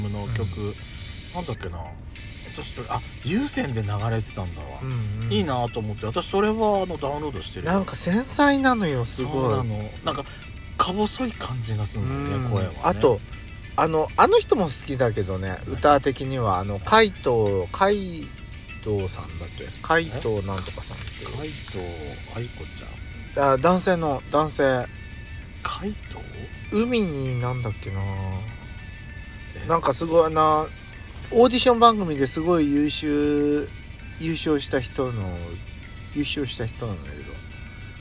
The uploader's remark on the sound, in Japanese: パーキング収録